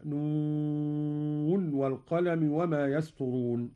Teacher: قرأ قالون بإظهار النون من الواو كحفص، هكذا نون والقلم وما يسطرون.